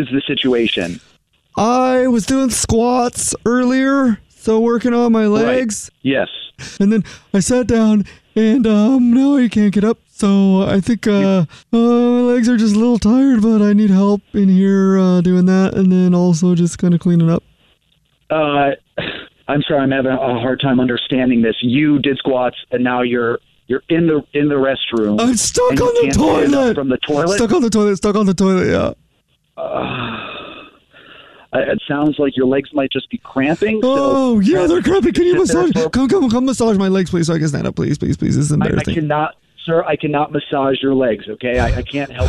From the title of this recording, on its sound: calls the gym, from the gym in this Phone Prank!